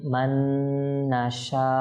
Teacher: এখানে নুন সাকিনের পর নুন এসেছে, ইদগাম গুন্না সহকারে